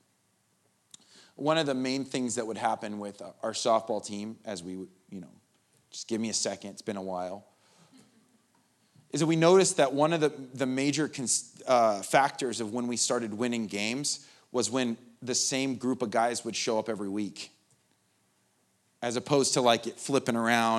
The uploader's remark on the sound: The Live recording of the 10am Sunday Service at Steadfast Church in Carlsbad, Ca